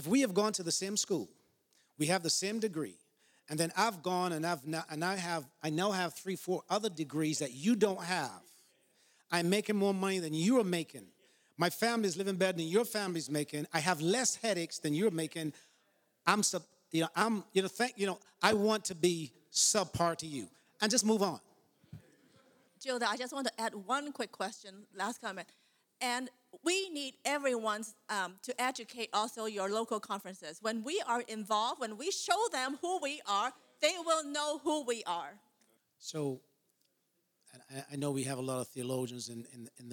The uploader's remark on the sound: An ACM Panel presentation on Mental Health, Suicide, and Bereavement Support, given at the 2022 NAD Ministerial CALLED Convention.